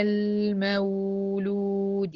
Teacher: ها، وعلى لام توسط، لام الساكنة فيها توسط، المو رخاوة الواو، يبقى كده الواو هيبقى زمنها أطول من زمن اللام في كلمة المولود · Term: زمن الرخاوة